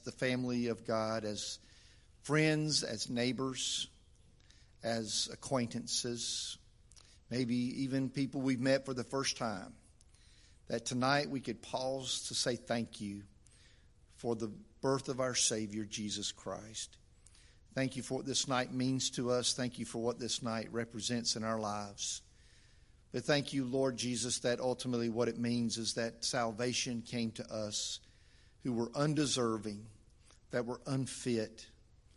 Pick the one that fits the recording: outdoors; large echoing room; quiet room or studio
large echoing room